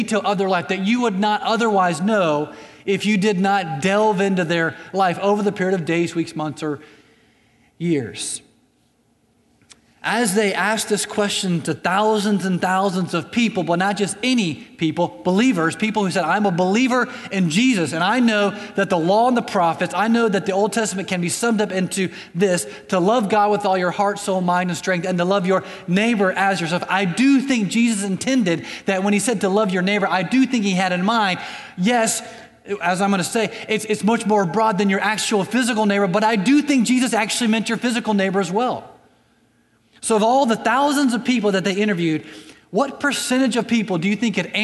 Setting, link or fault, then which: setting, large echoing room